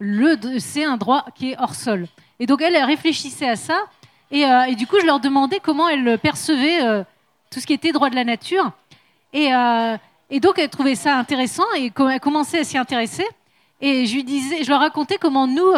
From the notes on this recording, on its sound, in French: Conférence enregistrée en public à la REcyclerie